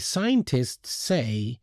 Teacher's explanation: Of course, in this case, we only produce one S sound. We may probably make it longer